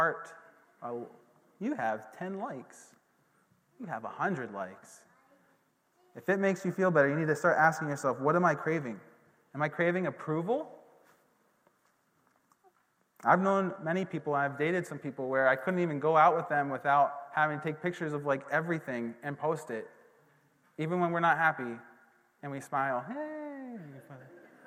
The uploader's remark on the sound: This recording is of the whole service (excluding worship).